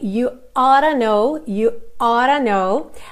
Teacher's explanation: Aqui a gente tem esse ought to, que é um verbo modal, que normalmente a gente vai pronunciar ora, you oughta know, ao invés de you ought to know, you ought to know. Mesmo que eu fale ought to, percebe que eu tenho um som só de T